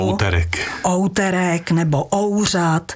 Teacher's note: Na začátku zůstalo to U dlouhé, ale zhruba ve stejnou dobu, jako se nám vyvíjelo to dlouhé O, tak se z toho U stalo OU.